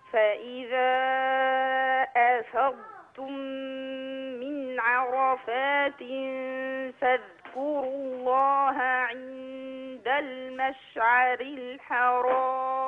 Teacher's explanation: وتنطقين نطقا فصيحا للألفات، ألفات مفتوحة ما فيها إمالة